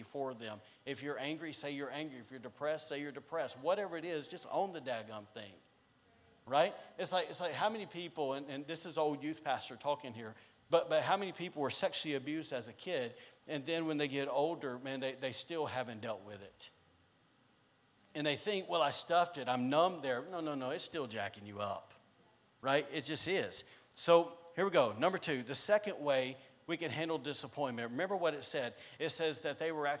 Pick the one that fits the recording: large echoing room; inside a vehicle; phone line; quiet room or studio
large echoing room